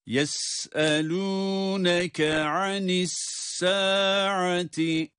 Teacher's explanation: Sin ince okunuyor. Yes ve ses akıyor. Evet, sesin akarak çıkması var.